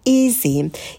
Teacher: а первый звук — это долгий «и»